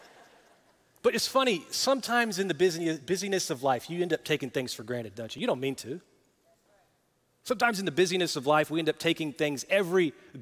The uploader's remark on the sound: Recorded live at Brookwood Church.